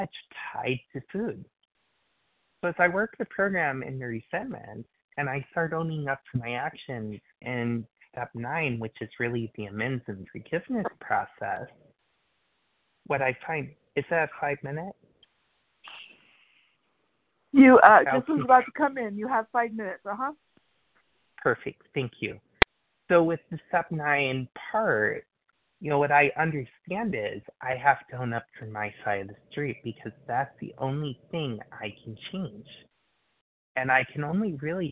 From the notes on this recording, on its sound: qualification from the 100 Pounders Phone Meeting